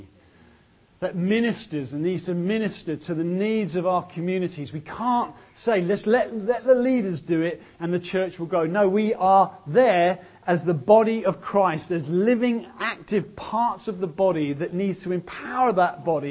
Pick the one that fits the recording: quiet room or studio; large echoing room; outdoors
large echoing room